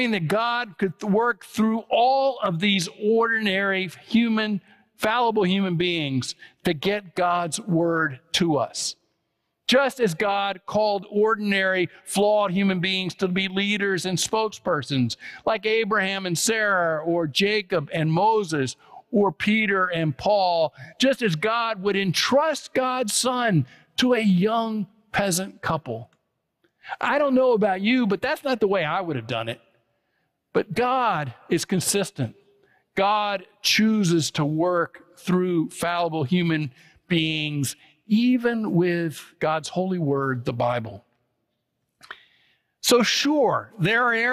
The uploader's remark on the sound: preached on October 15, 2023 at First Presbyterian Church of Allentown